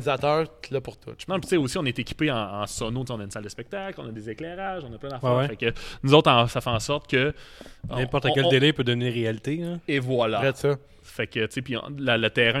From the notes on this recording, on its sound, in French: Ont pris la route pour aller à St-Casimir. L'épisode a été enregistré directement à sa brasserie les Grands Bois.